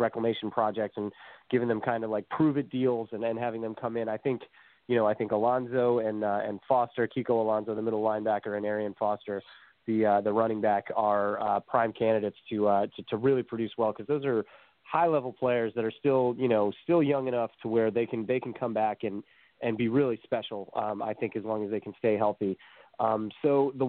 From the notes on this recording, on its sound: as we do each week, we'll answer your phone calls